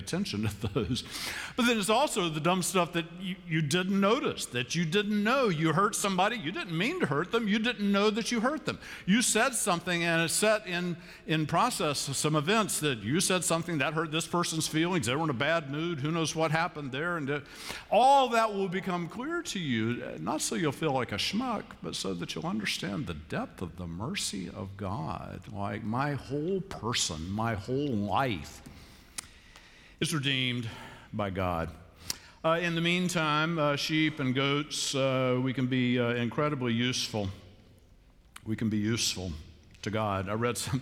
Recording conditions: large echoing room